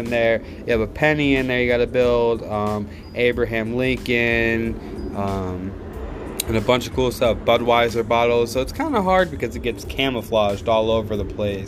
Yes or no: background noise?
yes